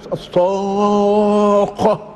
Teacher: الآية التي قرأت علينا الليلة الصاخة، الصاد مفخمة من حروف الاستعلاء ومن حروف الإطباق، والخاء خاء مفخمة ومشددة، الصاء مشددة والخاء مشددة، وعند التلاوة نمدها مدا لازما